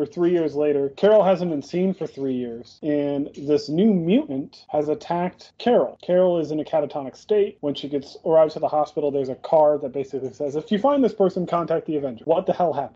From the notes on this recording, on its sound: Feel free to ignore the audio issues.